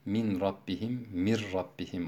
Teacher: Ra şeddelenmiş gibi okunuyor. · Term: idgam